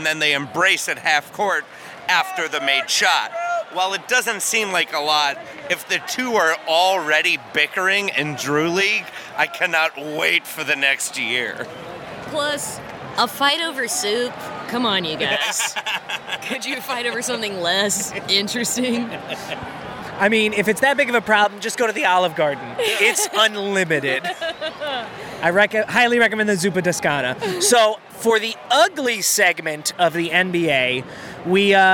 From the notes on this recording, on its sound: LIVE from Chicago. Took a Guaranteed Rate Field trip to record an episode live at a Chicago White Sox vs.